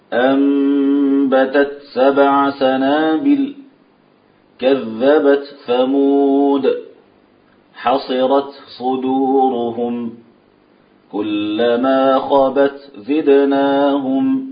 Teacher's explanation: أرجو أن ننتبه لهمس التاء عند إظهارها بالحرف الذي بعدها. طبعا إذا أدغمت لا همس في التاء عند إذ.